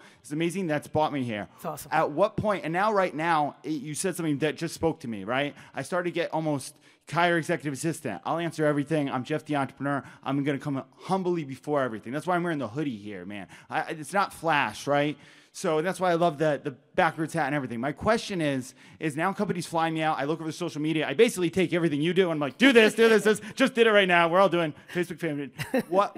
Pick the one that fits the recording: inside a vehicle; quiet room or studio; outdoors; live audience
live audience